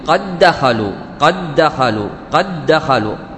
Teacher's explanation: قد الدال ساكنة والثاني متحركة، تم الإضغام · لم أنطق سوى بدال واحدة مشددة، وهذا عند جميع القراء. · Term: إضغام المتماثلين، إضغام متماثلين